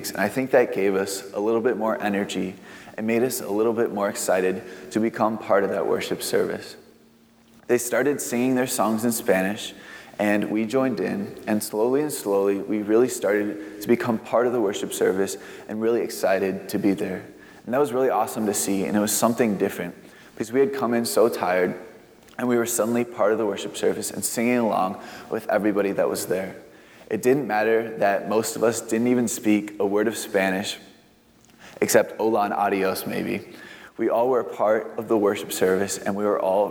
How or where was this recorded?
large echoing room